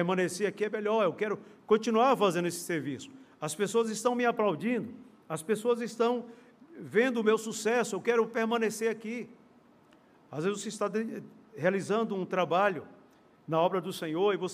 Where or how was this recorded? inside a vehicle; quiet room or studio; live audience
live audience